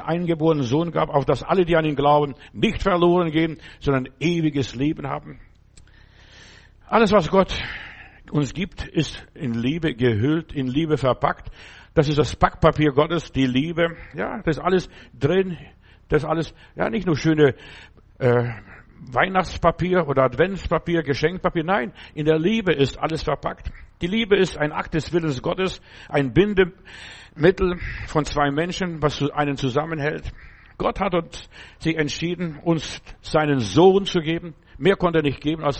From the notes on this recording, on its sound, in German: im Gemeinde-Zentrum in Berlin aufgenommen